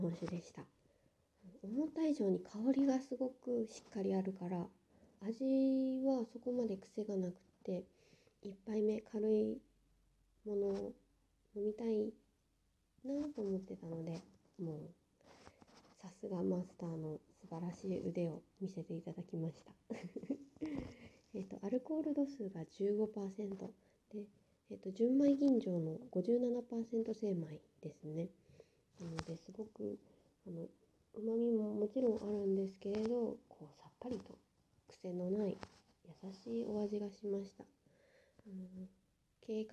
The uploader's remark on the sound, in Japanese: Radiotalk。腕にぬいぐるみのえい太くんを抱いていたらいっぱい雑音が入ってしまいました、聞き苦しかったらごめんなさい。